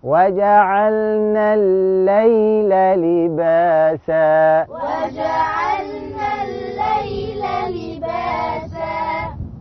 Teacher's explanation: أما في رسم المصحف لام واحدة مشددة اللي هي الأولى لأن اللام الأولى دخلت في الثانية · Term: لام شمسية